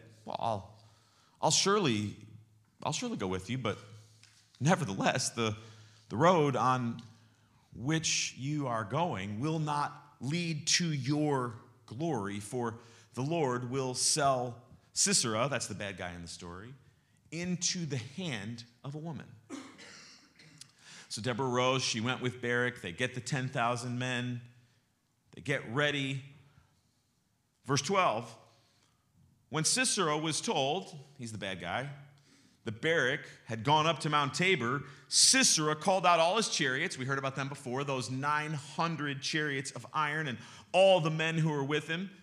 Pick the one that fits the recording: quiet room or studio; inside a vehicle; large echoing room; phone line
large echoing room